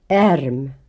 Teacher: The short ä is also broad and open before an r. It is similar to the first vowel sound in the English words carry, marry, etc.